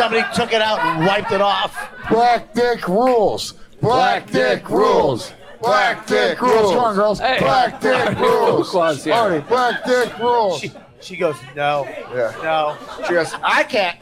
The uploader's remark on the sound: This years Yankee Swap is LIVE from the Comedy Cellar Fat Black Pussycat Bar